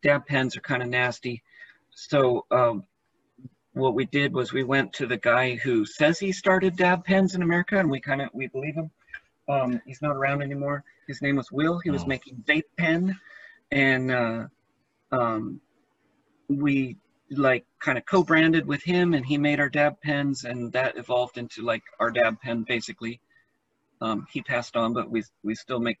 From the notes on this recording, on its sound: Zoom Interviews.